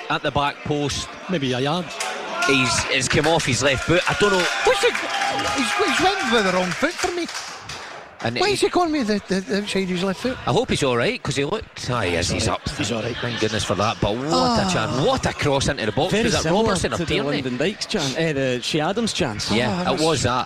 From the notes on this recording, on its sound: live from Scotland HQ at Drygate Brewery